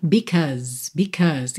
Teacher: Because, atenção à pronúncia dessa palavra, que se escreve B-S-C-A-U-S-E, mas a gente não pronuncia because, e sim because, because. Então, esse A-U vai ter som de O, e o E final não é pronunciado, e o S vai ter som de Z, because, ok?